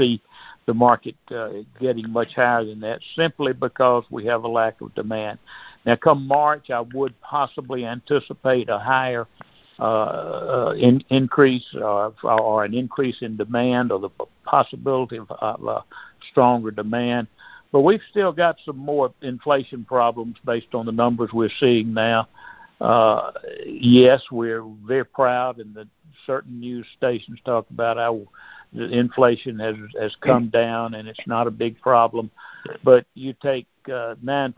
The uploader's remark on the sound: August 2023 Monthly Cotton Conference Call